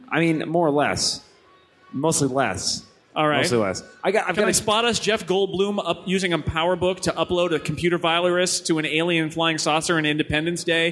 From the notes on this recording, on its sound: Live from the Macworld |iWorld Live Stage